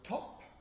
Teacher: If we produce the word top, then of course the end is a bilabial plosive, is a bilabial consonant. But the first one, the T, is, well, I asked you at the beginning to put the tip of your tongue just behind the teeth to the alveolar ridge, and that's where the T is produced.